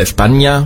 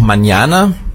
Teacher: das N mit diesem Schleier drauf, das wird ausgesprochen wie ein NJ. Ja, Sie können also als Beispiel España, kennt jeder, oder aber auch mañana, heißt morgen.